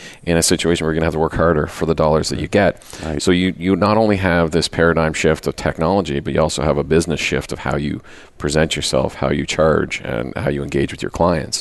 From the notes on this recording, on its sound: Live Broadcast at the The IPBC IGNITE Conference.